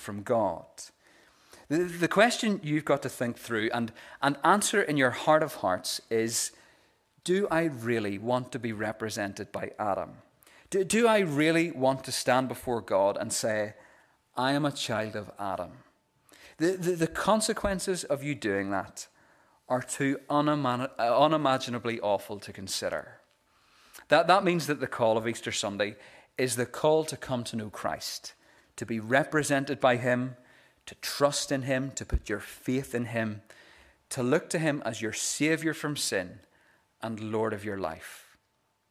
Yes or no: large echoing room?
yes